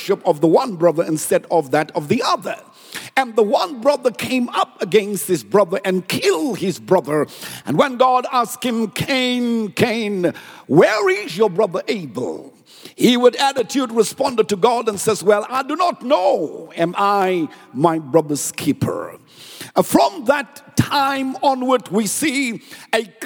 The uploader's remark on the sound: preached at Grace Bible Church Pimville